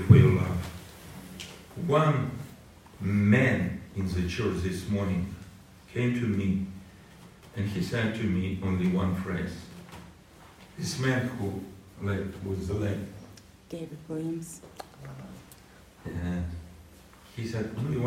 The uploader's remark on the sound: The quality of this audio recording is poor.